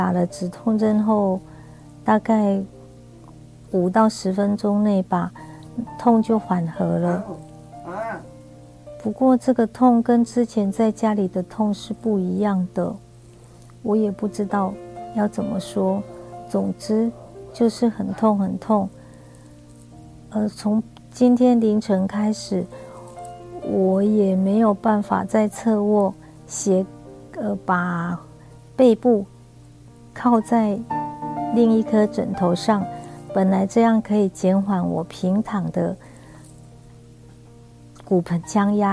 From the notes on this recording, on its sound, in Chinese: 錄音的時候是白天，所以旁邊有我同行病友們的聲音，還希望大家別見怪